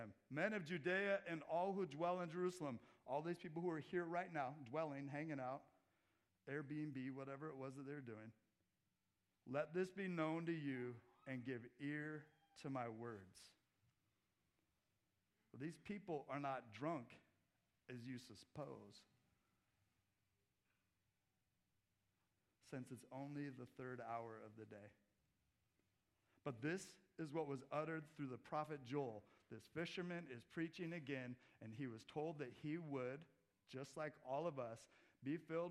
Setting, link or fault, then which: setting, large echoing room